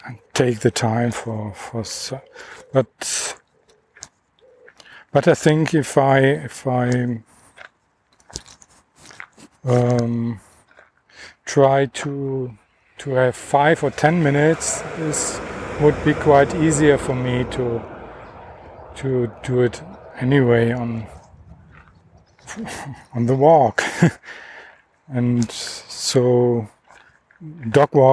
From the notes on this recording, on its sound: Dog Walk. Just walking and talking. I didn’t edit the recording. You’ll hear all my “hms” and “ähs”.